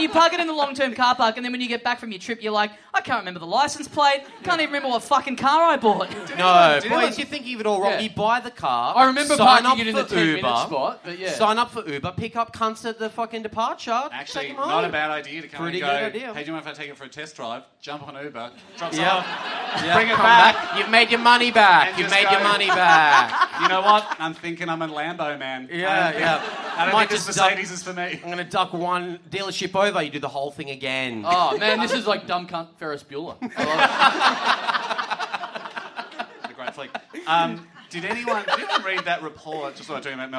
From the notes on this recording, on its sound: Big live podcast and stand-up show.